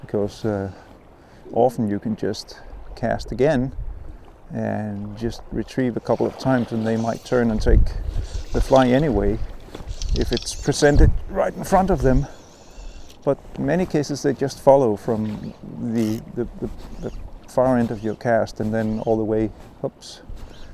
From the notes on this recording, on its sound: My new recorder has been doing overtime. I'm still struggling with the wind here - both when casting and when recording. On this podcast you will have quite a bit of noise from the wind - and from my clothes because I'm trying to shelter the microphone - and from my stomach because I'm hungry!